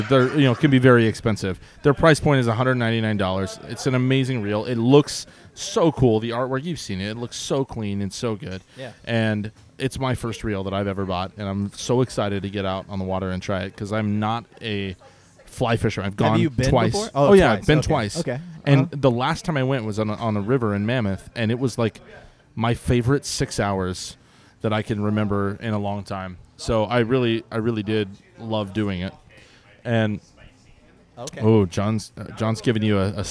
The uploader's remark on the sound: We're back at Thunderhawk Alements with a live audience!